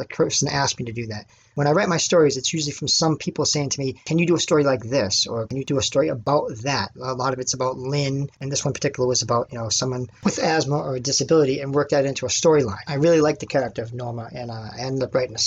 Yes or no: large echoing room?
no